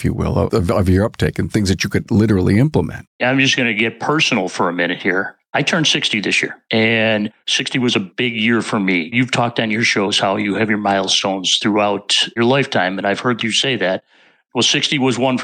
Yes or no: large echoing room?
no